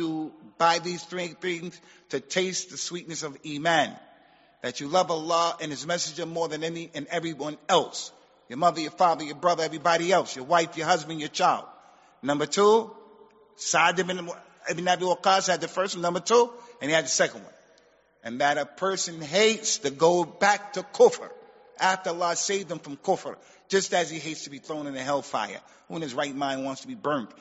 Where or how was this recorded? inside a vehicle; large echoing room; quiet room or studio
large echoing room